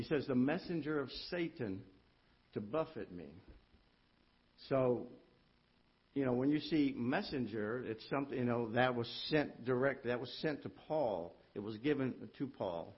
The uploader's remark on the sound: Ketha Heights Baptist Church ~ Live Broadcast